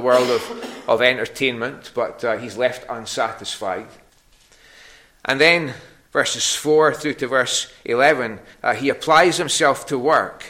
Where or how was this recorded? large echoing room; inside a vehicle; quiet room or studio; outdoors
large echoing room